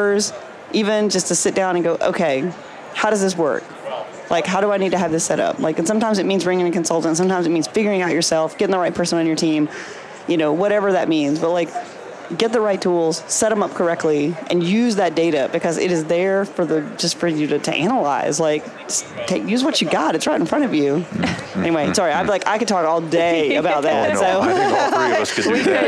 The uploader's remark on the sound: LIVE from Las Vegas, at #HRTechConf